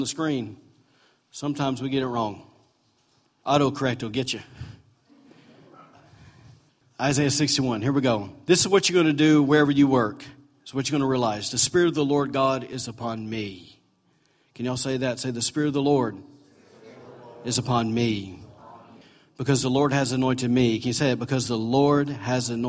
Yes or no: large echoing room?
yes